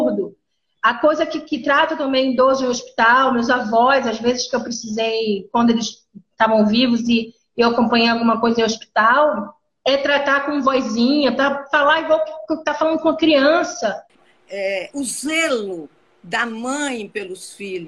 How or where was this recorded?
video call